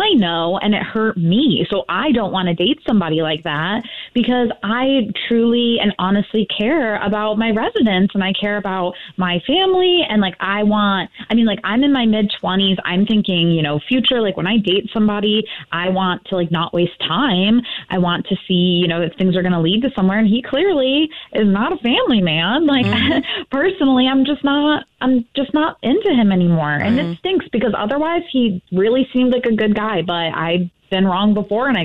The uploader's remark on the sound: A Phone Prank